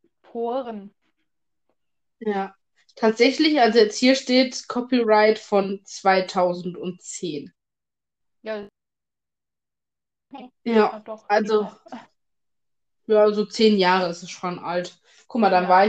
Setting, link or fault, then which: fault, drop-outs